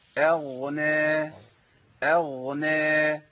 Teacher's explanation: الغين عندي بالحروف اللي بيجري فيها الصوت، يبقى لازم امشي الصوت شويه.